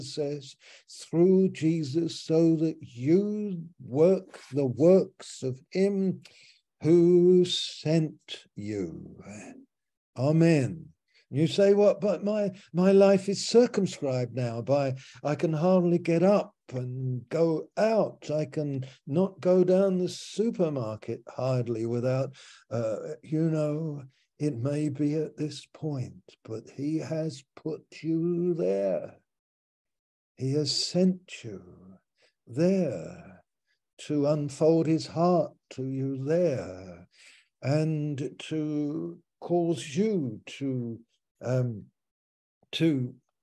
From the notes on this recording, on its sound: Malaysia Meets (Zoom).